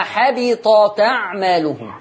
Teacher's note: هتشيلي الهمزة وتاخدي الفتحة اللي على الهمزة تحطيها على التاء تبقى حبطت أعمالهم. · Term: النقل